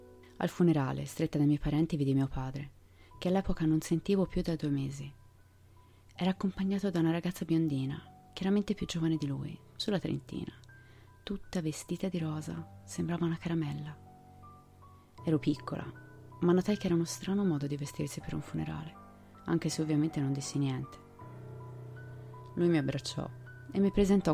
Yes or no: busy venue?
no